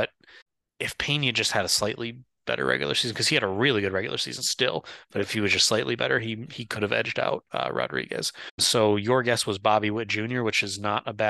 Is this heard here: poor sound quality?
no